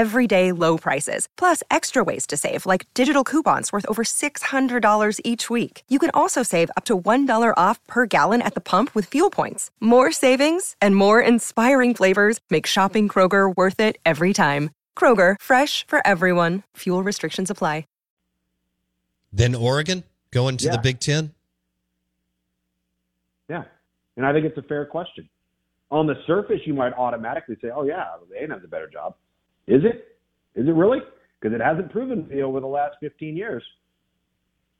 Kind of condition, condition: link, phone line